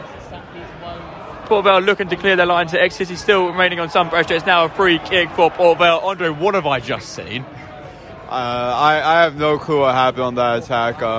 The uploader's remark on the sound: Live commentary from a tense …